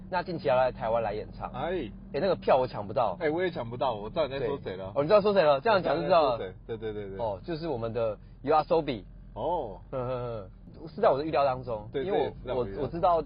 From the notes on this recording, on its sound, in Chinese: 兩人在車上聊著2023年度的最愛歌手TOP3。我們嘗試看看新的錄音風格～。這麼REAL、環境音這麼吵的Podcast只有這裡有喔！